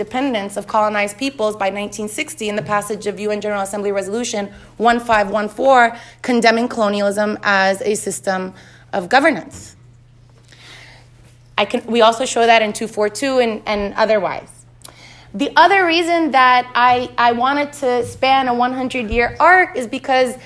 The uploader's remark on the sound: At Harvard Law. The 50-minute discussion features a robust Q & A with the audience.